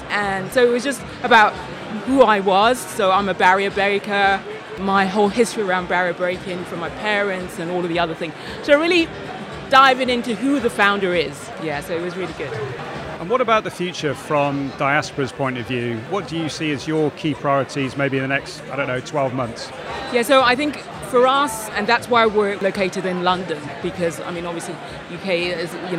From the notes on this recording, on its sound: The third and final episode recorded at Fintech Talents. The event took place at The Brewery, London in November where we recorded a series of interviews from Andaria's booth with a number of the speakers and attendees.